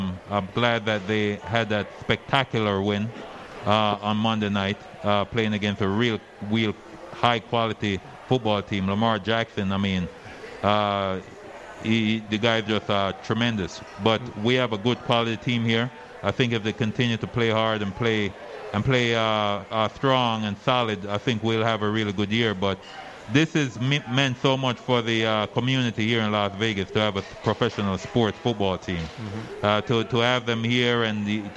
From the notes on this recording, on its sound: Live From The Cosmopolitan of Las Vegas